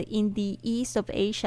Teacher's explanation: 它会变音变成 the，是因为后面的这个 east 它是元音的开头